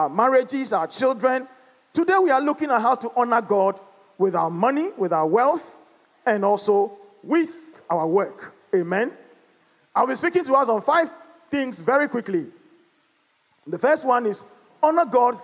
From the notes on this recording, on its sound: Sermon preached at CBC Shiashie Campus